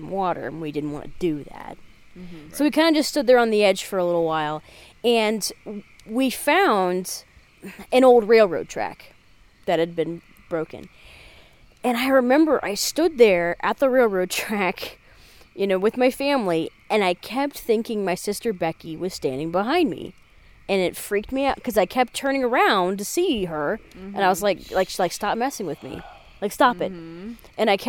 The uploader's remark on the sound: we traveled into the woods and recorded a brief case around the campfire!